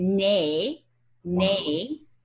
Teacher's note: the pronunciations are actually converging, um, and they're both pronounced more like eh, the shorter vowel quality